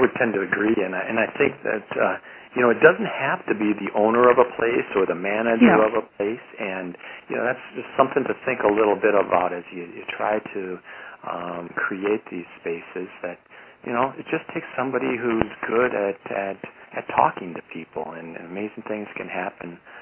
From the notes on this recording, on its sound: Call recorded on September 13, 2012.